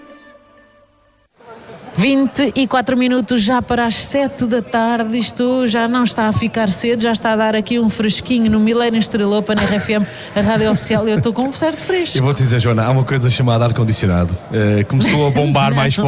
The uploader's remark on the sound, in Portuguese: Fomos até à zona VIP. O Wi-Fi da RFM é feito ao vivo, a partir do Slice Lounge, durante 3 noites.